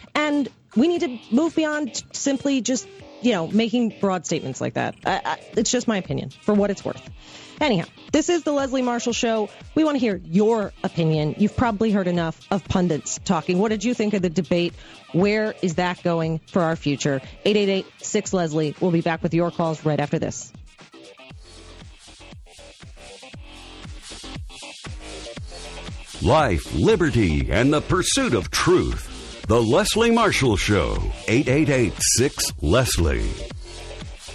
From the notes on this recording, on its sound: take calls from the audience